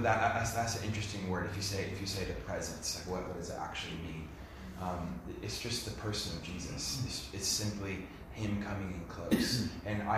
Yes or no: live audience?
yes